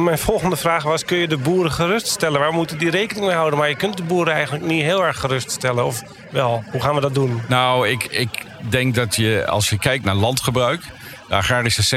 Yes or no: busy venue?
yes